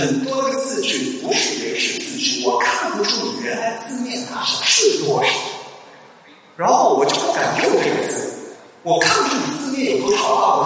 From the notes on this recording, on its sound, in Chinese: 后信息时代 大会年末于广州落下帷幕。本期节目播出现场录音，以飨未能到场的听众。在广州摩登大道时尚集团跨界艺术馆举办。